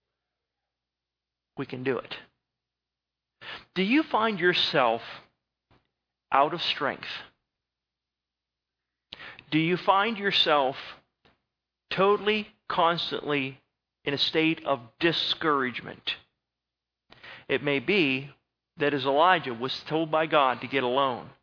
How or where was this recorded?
large echoing room